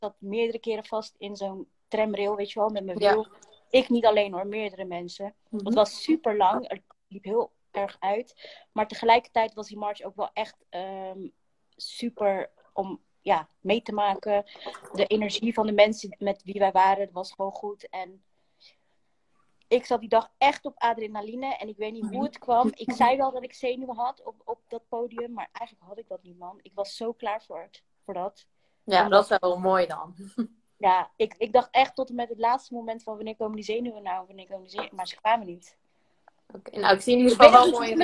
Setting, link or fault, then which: link, video call